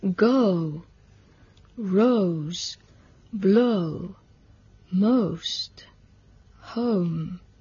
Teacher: esto está compuesto del fonema E o schwa y la U corta · Term: diptongo